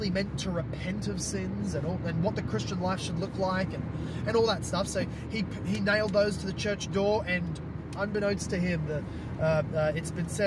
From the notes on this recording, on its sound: Carpool Q&A